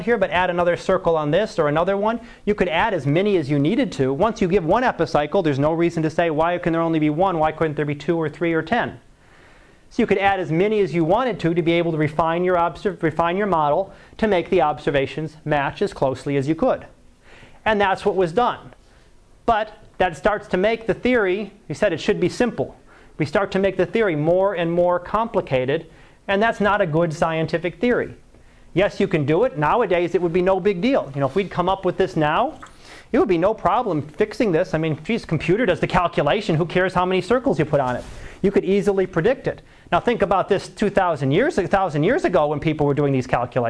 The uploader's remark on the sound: Live Class Lecture